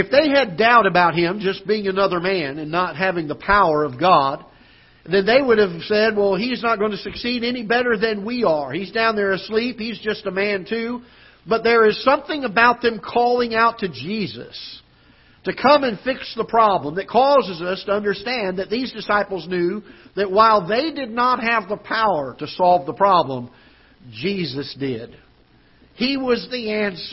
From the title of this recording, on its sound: Ketha Heights Baptist Church ~ Live Broadcast